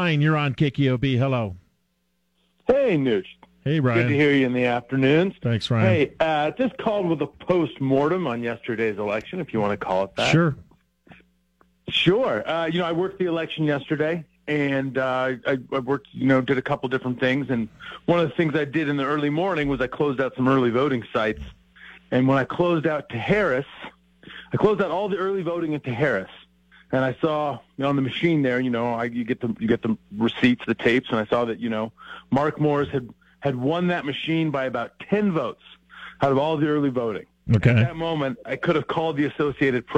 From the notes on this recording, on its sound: takes your phone calls on News Radio KKOB